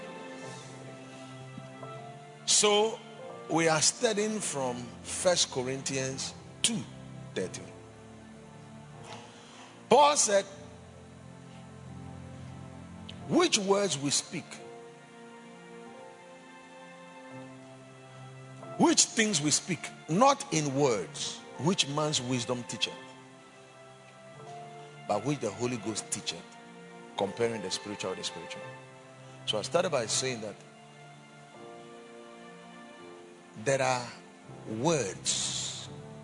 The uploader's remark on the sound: Preached at the Monday Prophetic Service.